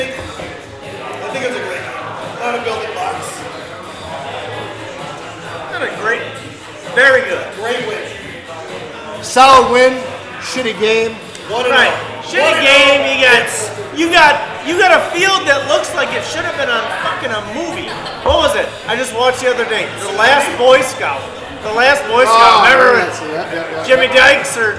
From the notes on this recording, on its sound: A portion was recorded live after the game from the Cmon Inn in Grayslake IL.